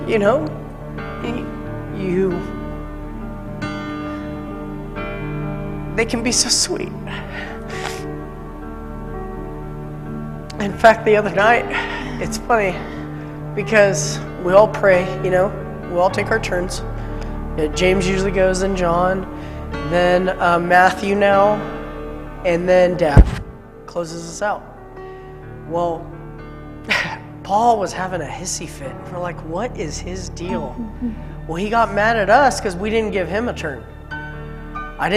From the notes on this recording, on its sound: Mt. Zion Church Live!